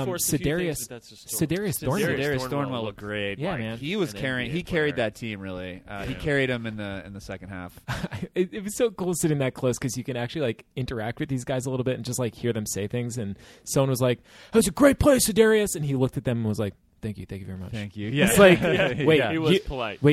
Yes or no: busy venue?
yes